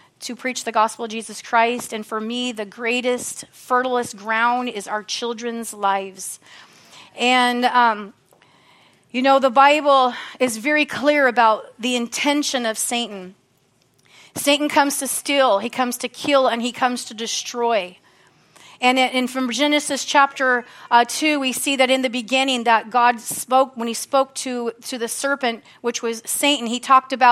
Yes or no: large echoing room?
yes